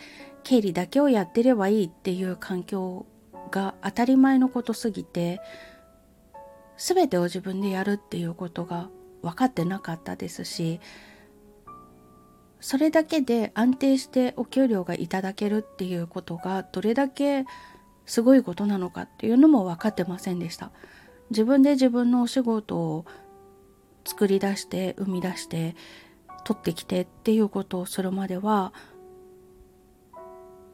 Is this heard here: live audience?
no